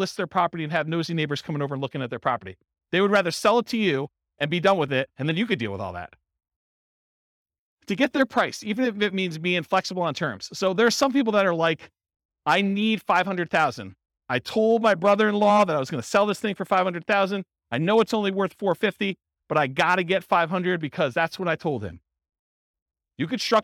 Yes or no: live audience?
yes